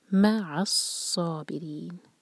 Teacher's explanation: صاد heavy اور ری باریک اور چار حرکہ، یہ بھی ہے مد عربی سکون.